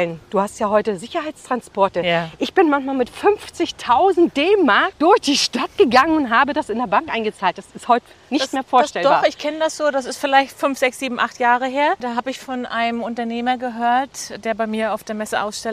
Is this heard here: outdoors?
yes